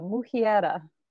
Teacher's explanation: the first two R's become an H and the last one is rolled. So Mujiera.